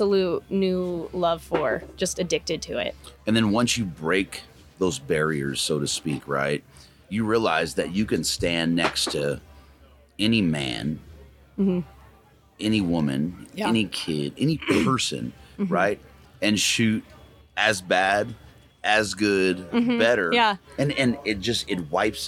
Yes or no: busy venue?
yes